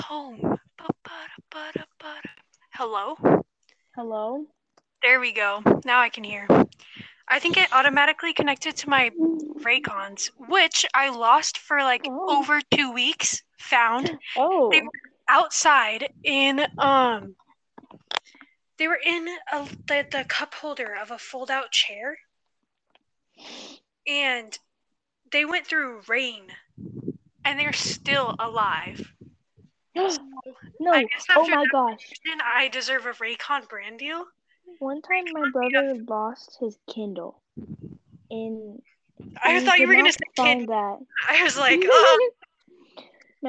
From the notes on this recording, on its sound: thats sounds so bad